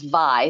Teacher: And I find it very appropriate in outrigger canoe paddling for myself that Wailea actually means waters of Leia. So Y, or often pronounced the W as a V in the Hawaiian language